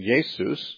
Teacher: Jesus is really the same as Yeshua, the difference being that there's an SH in Yeshua because the Hebrew language had SH. The Greek language does not have the SH sound, so it's just the S sound.